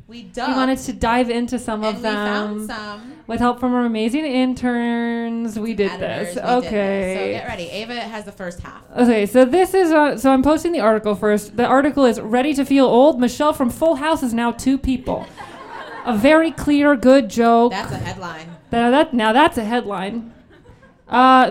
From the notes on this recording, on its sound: Reductress Minute LIVE at Caveat. In this live episode.